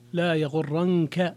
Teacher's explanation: في قوله جل ذكره لا يغرنك تقلب الذين كفروا في البلاد، لا يغرنك، نعم قرأ الجمهور جميع القراء لا يغرنك بهذه اللفظة، نعم بتشديد، نعم بتشديد النون لا يغرنك، نعم نعم. أما رويس فخفف النون فقرأ لا يغرنك